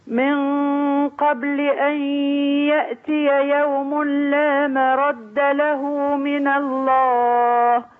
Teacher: عايزين نبين بس القلقلة بتاعت الباء وكسر الله